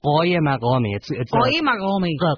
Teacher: the Q's in the name are actually guttural uhs